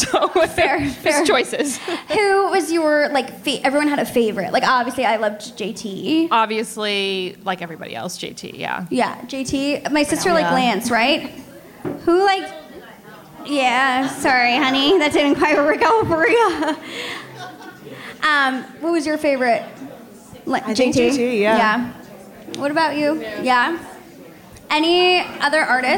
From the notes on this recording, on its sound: For all of you who were unable to make the Live Podcast - you're in luck!